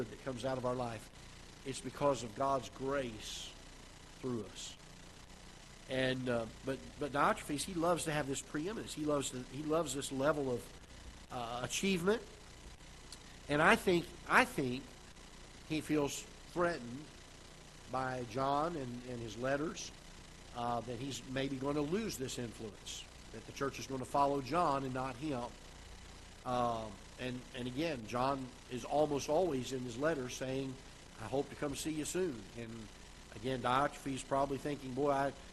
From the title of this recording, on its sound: Ketha Heights Baptist Church ~ Live Broadcast